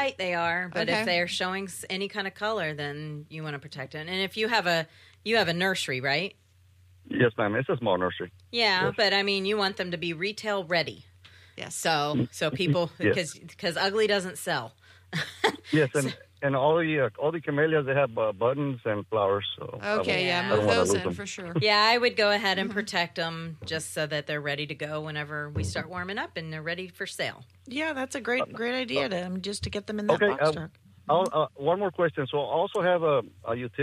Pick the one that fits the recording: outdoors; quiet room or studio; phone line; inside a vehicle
phone line